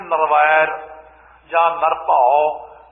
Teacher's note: ਕਈ ਇਲਾਕਿਆਂ ਵਿੱਚ ਉਹ ਕਹਿਣਗੇ ਨਰਵੈਰ ਜਾਂ ਨਰਭਉ, ਨੰਨੇ ਦੀ ਸਿਹਾਰੀ ਛੱਡ ਜਾਂਦੇ ਨੇ। ਗੁਰਬਾਣੀ ਅੰਦਰ ਆਪਾਂ ਨੇ ਨਿਰ ਕਹਿਣਾ, ਨਿਰਵੈਰ ਰਾਰੇ ਨੂੰ ਔਂਕੜ।